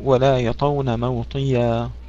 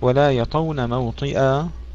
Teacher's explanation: موطيا أصبحت ياء موطئا همزة مثل بقية القراء · Term: ياء مفتوحة